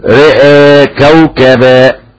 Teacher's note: ورش من طريق الأزرق يقلل الراء والهمزة